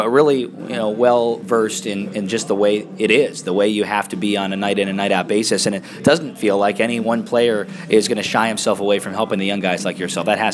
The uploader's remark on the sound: Intermission Interview. Between periods at North Charleston Coliseum.